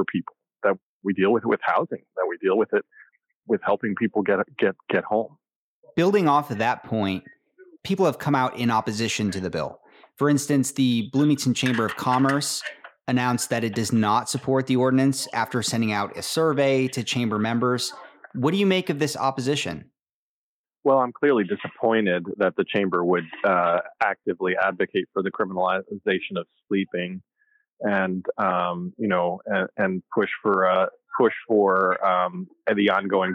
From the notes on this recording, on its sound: in a phone interview